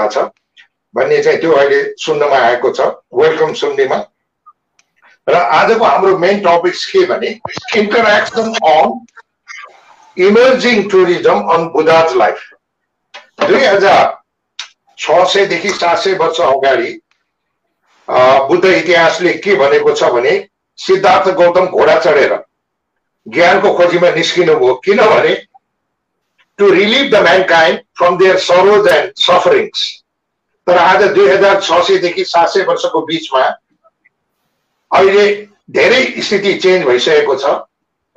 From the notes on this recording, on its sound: Zoom Seminar